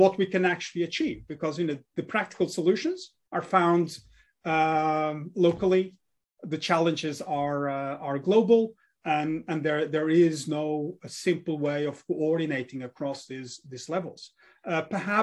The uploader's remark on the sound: STR Virtual Symposium